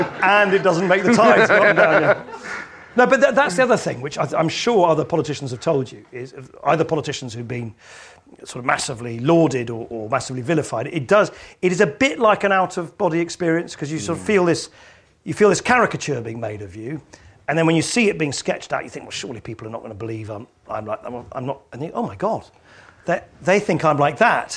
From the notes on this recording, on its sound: Joined on stage this month.